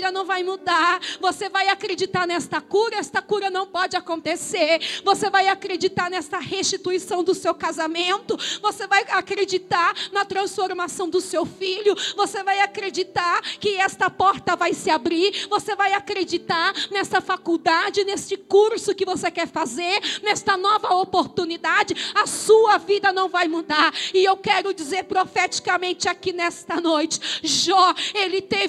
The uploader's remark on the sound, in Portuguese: Gravação ao vivo feita na Comunidade Evangélica Casa do Pai Piracicaba no dia 21.07.2021